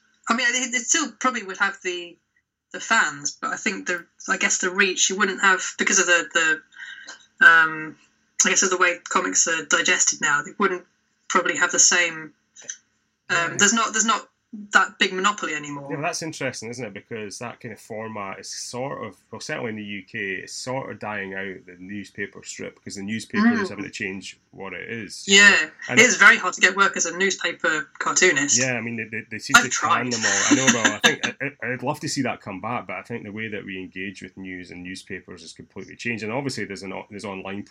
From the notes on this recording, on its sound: Apologies for the sound, as we had a few technical issues on the day